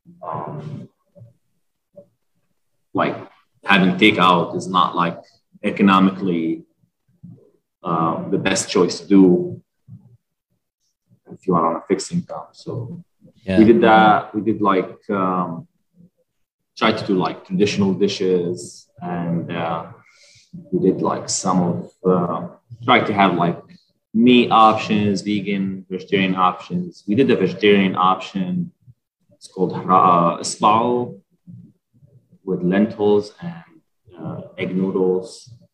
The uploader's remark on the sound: Recorded Live on Zoom